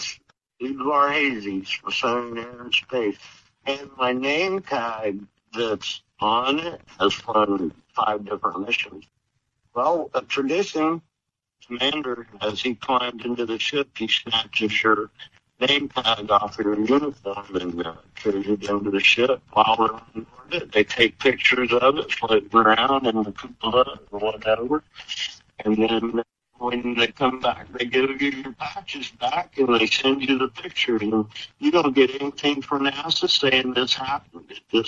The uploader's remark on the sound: Via phone, so the audio quality is not pristine. However, we have done our best to clean it up.